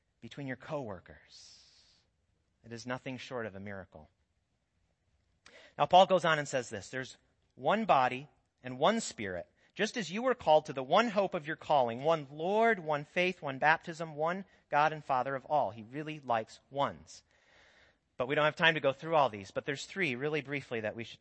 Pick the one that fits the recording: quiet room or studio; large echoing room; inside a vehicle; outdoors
large echoing room